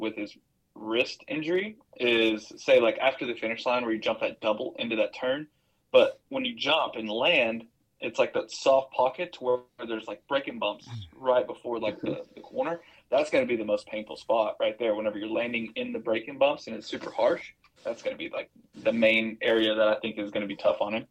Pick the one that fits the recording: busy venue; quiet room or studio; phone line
phone line